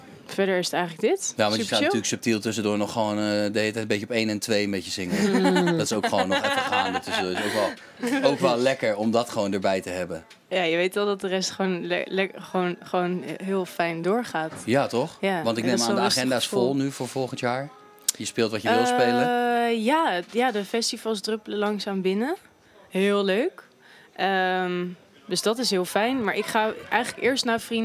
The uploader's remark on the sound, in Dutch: in de Kleinste Kroeg van Nederland die backstage verstopt staat bij De Vrienden van Amstel LIVE